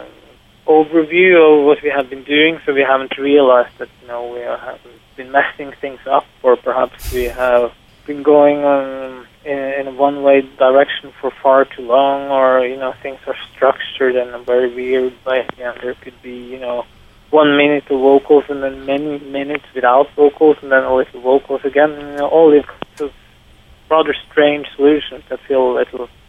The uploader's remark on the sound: Forgive us for the poor quality of the recording, but in trve black metal style we chose to distress the audibility of his phone connection for full effect.